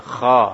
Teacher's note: Kho itu ada agak ada serak-serak gitu sedikit ya